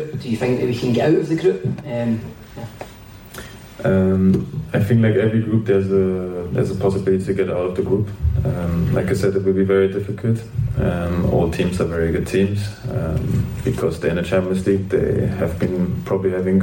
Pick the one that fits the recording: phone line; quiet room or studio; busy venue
busy venue